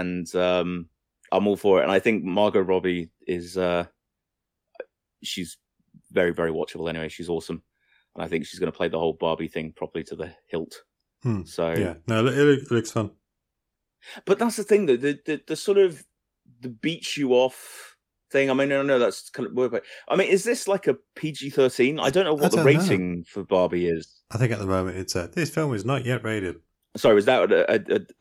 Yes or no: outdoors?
no